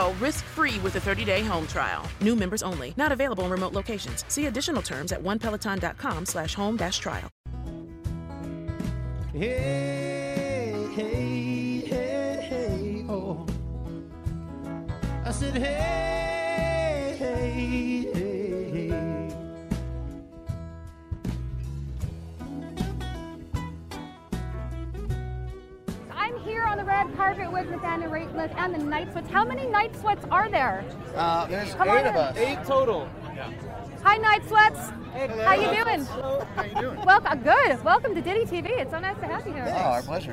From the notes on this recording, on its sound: Live from the red carpet at the 2018 Americana Honors & Awards Show